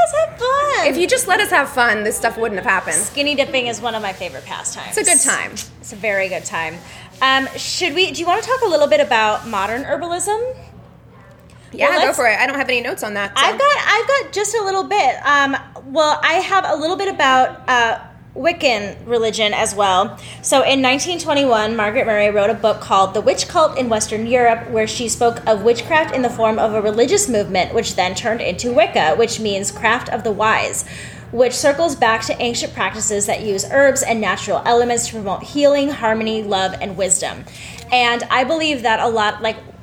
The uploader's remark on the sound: LIVE at Flowers Magic Meditation